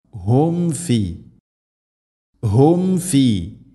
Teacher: സുക്കൂനുള്ള മീമിന് ശേഷം ഫ വന്നാൽ രണ്ട് ചുണ്ടുകൾ തമ്മിൽ തട്ടിച്ച് മീമിനെ പൂർണ്ണമാക്കണം.